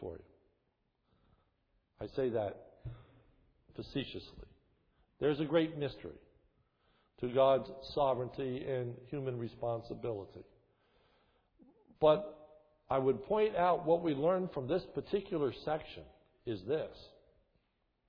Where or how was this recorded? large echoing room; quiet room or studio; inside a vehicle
large echoing room